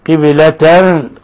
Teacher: قلقلنا الباء وأخفينا تنوين الفتح